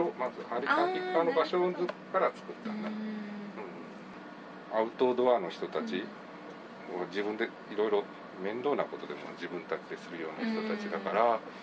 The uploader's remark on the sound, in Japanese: Made in ARITA でデイキャンプ！〜当日編〜